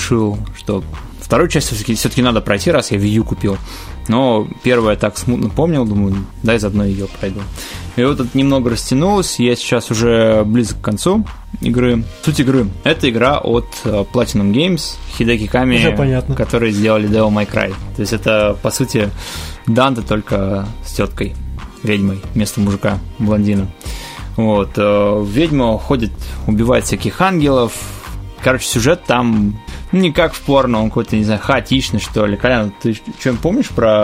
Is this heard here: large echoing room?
no